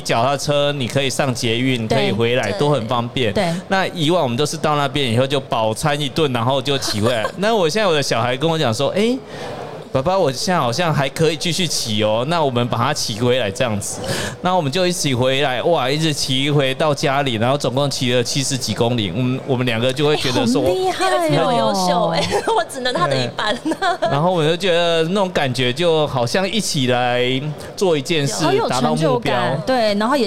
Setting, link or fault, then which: setting, busy venue